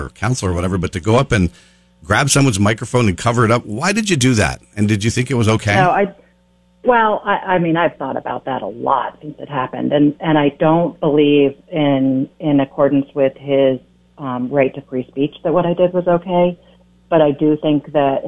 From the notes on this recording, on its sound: calls